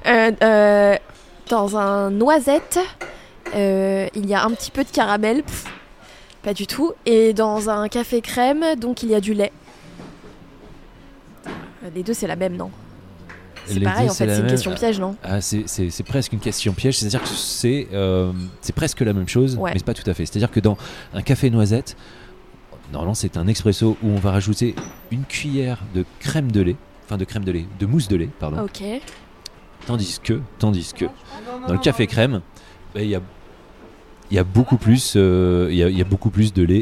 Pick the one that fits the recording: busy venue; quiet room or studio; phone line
busy venue